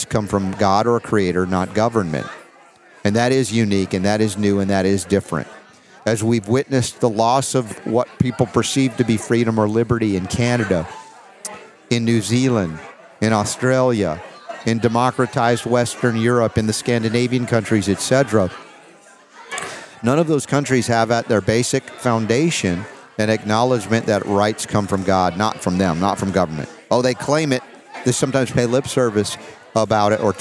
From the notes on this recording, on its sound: LIVE From Nashville, Reawaken America Tour